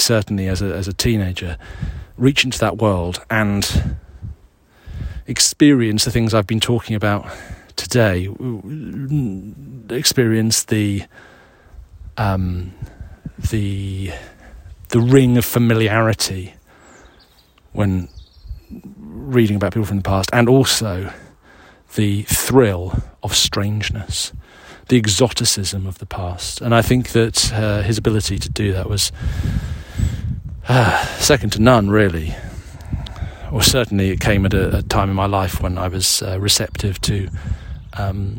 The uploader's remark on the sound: This week’s edition was recorded in the grounds of Wilmington Priory in Sussex, near the south coast of England.